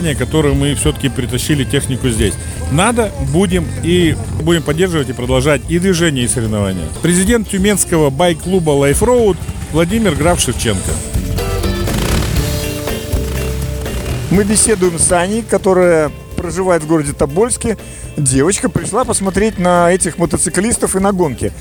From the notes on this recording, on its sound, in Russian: Записано в полевых условиях в городе Тобольск в конце января 2023 года.